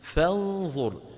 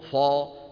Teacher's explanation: ننتقل من فاء مرققة إلى غنة الإخفاء المفخمة لأن بعدها ظاء · Shown in: first take · ولا نقول فا، العرب لا تفخم الفاء.